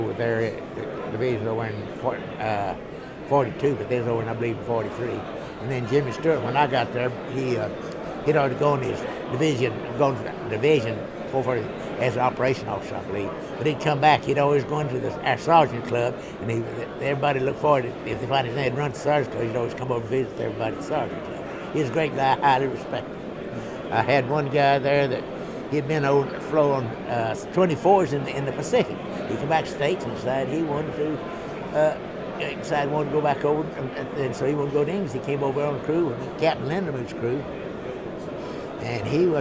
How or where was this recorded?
busy venue